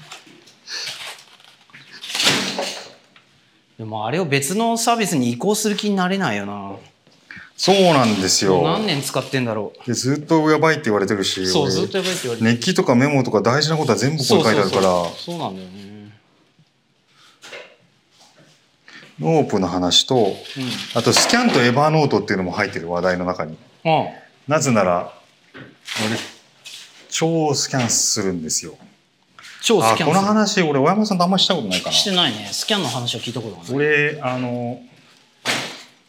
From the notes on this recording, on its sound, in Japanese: 今回、 高島屋史料館TOKYO にて行われていた モールの想像力展 の撤収作業を行いながら収録しています。録音機器 がすごい。収録しながら掃除機かけても行けるか？